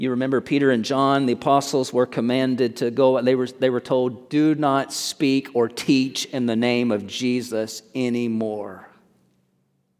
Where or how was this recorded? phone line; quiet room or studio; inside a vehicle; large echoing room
large echoing room